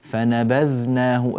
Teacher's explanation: فنبذنا، الذال ليست من حروف قطب جد، ها، الذال ليس فيها قلقلة، امسك الذال